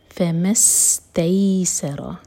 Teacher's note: سین پر سیٹی والی آواز آنی چاہیے